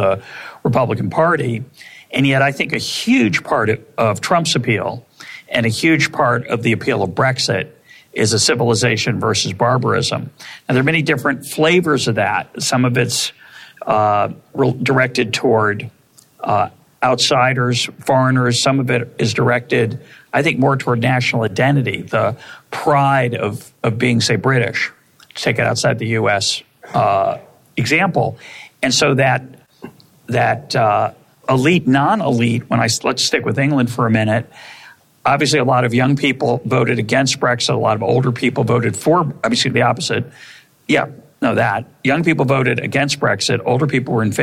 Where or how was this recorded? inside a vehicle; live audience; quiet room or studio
live audience